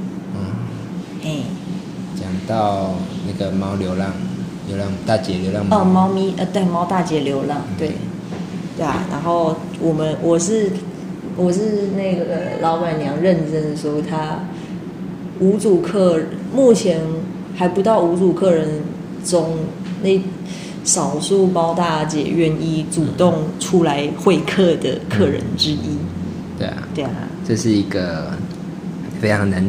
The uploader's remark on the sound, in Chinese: 這次來到外面錄音